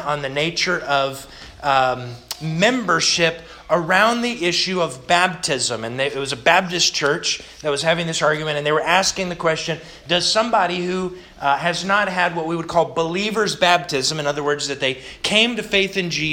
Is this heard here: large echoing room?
yes